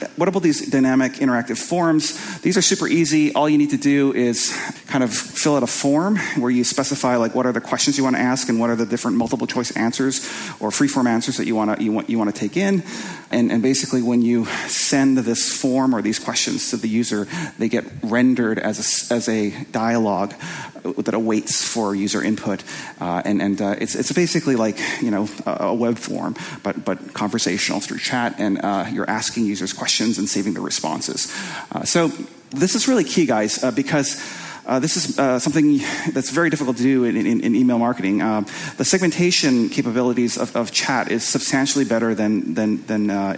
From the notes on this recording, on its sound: presentation from the Marketing School Live event in Los Angeles